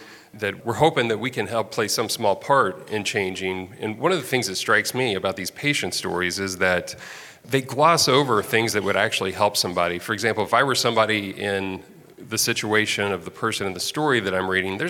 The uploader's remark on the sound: Live from HFMA's Annual Conference